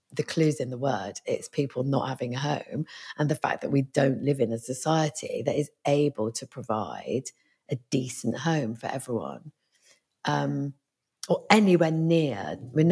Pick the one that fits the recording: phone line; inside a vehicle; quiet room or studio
quiet room or studio